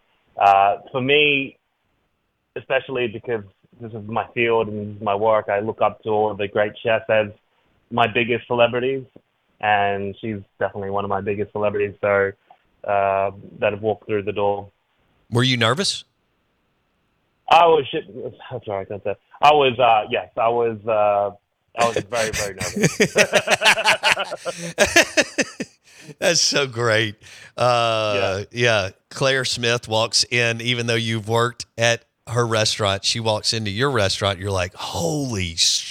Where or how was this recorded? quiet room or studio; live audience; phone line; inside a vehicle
phone line